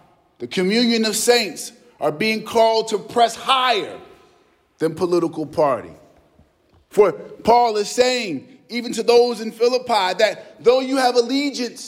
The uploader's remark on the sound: preached at our celebration of the Holy Eucharist on the Fifth Sunday in Lent